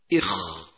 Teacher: وأما بالنسبة لصفات حرف الخاء، صفاته المتضادة، أولا حرف الخاء حرف مهموس يجري معه النفس عند النطق به، وقد مرت معنا حروف الهمس سابقا التي يجمعها قولك فحثه شخص سكت، وحرف الخاء واحد منها إخ. ثانيا حرف الخاء حرف رخو يجري معه الصوت عند النطق به، خلافا للأحرف الشديدة التي ينقطع الصوت عند نطقها.